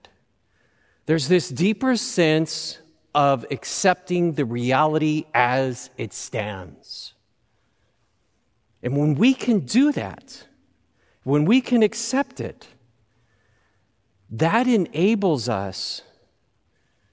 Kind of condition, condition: setting, large echoing room